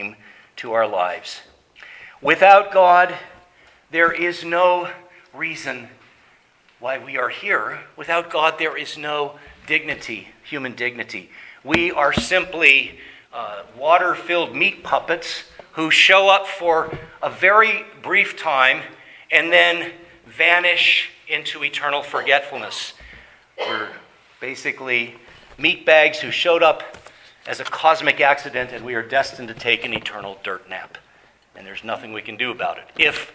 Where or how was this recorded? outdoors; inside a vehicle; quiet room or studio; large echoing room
large echoing room